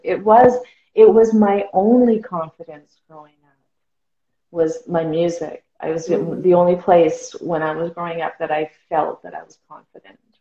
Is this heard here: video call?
yes